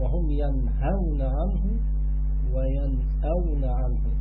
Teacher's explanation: الهاء والهمزة كلاهما من مخرج الحلق